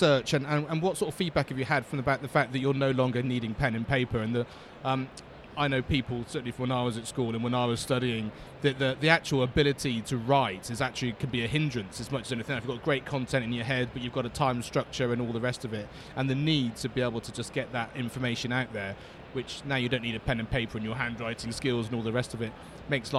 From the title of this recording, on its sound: Live from Bett Show 2017